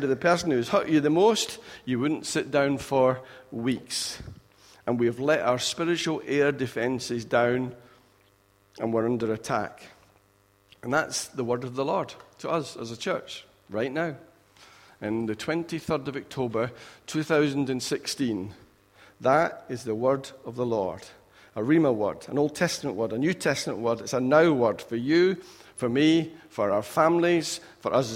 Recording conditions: large echoing room